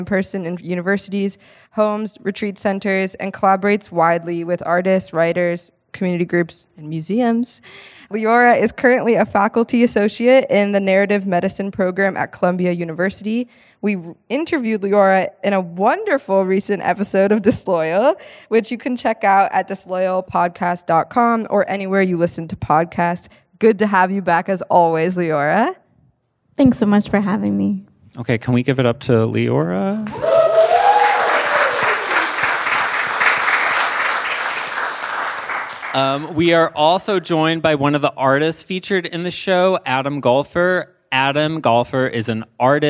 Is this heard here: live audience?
yes